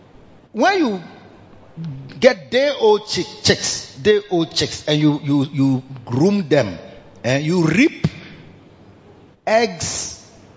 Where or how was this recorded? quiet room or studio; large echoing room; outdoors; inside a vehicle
large echoing room